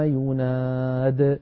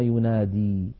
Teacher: لو وقفنا عليها نقف بحذف الياء كما رسمت · Shown in: first take